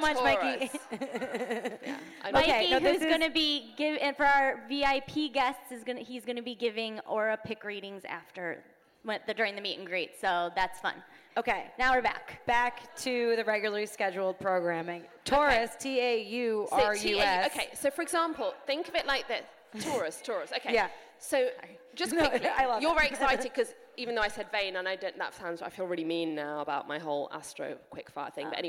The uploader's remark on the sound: Join the packed crowd. Special episode recorded live at Wanderlust Hollywood!